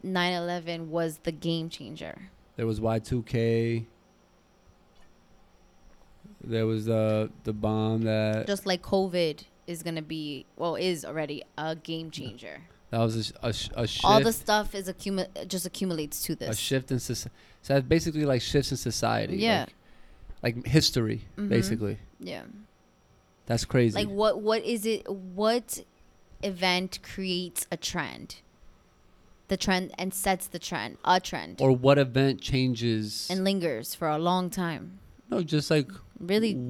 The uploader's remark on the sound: record on their balcony outside